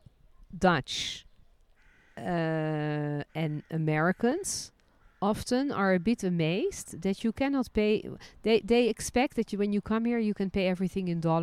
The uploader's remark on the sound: This week we record from the beautiful gardens of "Beit Hansen". Today, it has been transformed into a walled oasis in the Talbiye neighborhood of Jerusalem with an organic farm restaurant, tapas bar and academy of art.